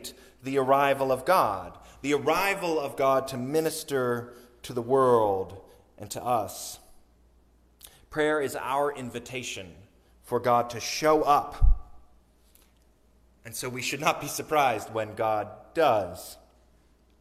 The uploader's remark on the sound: Sermon recorded on Sunday, January 29, 2023.